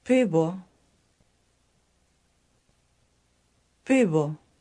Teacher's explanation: This word ends in an O, which makes it neuter, but you really hear an U sound because the ending is not stressed